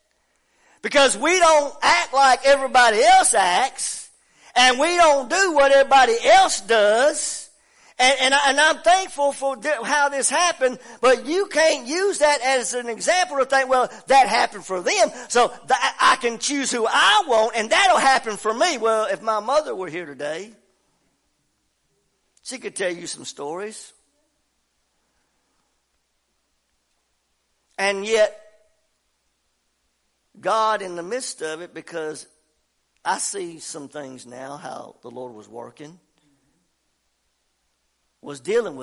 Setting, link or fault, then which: setting, large echoing room